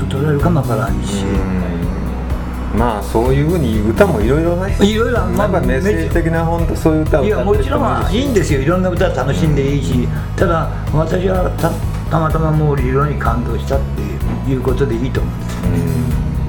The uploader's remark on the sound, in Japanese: 柳井のタッチ食堂で対談収録。柳井市宇宙1丁目1番とのパワースポット、タッチ食堂で。